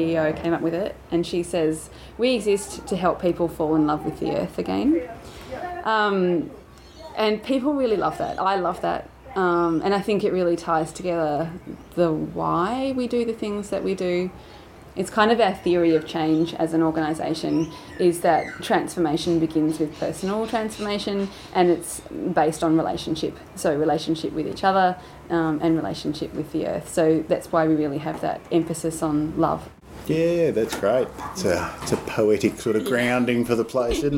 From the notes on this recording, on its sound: Recently, these 5 year old recordings were found in the Behind the Lines vaults, and this is the result. Apologies for the wind noise throughout the recording, we have done our best to keep things easy to understand.